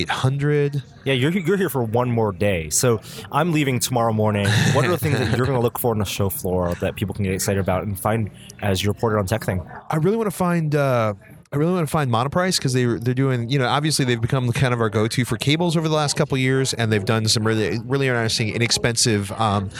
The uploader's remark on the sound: We kick off the year with a podcast recording at the CES in Las Vegas!